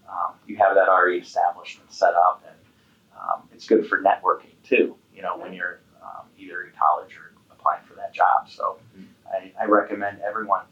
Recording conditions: poor sound quality